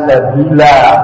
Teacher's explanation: Sabila hanya dibaca dua harokat. Terkadang karena menjaga lantunan bacaan dibaca lebih.